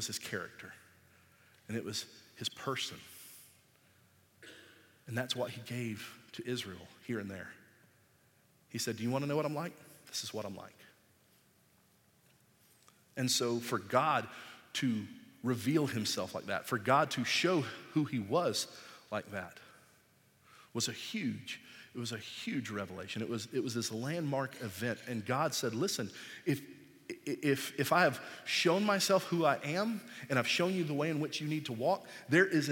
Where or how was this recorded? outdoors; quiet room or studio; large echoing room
large echoing room